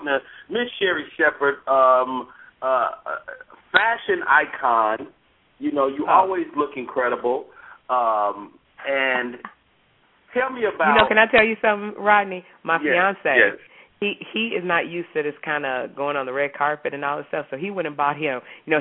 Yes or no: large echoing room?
no